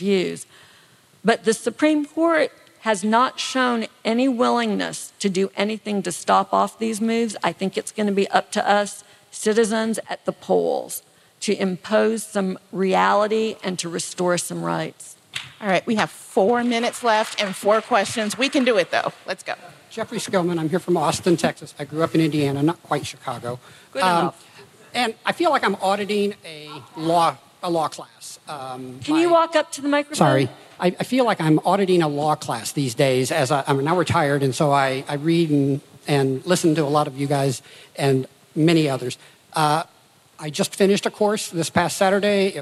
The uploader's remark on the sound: Live in Austin, TX. Live at TribFest in Austin, Texas!